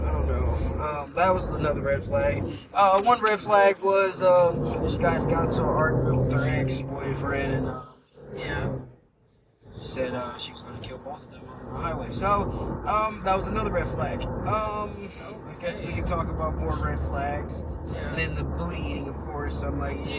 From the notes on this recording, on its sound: My son and I are having a conversation in the car.